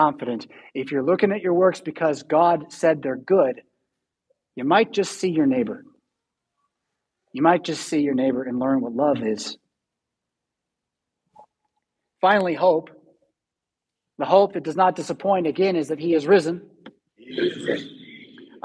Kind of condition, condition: setting, large echoing room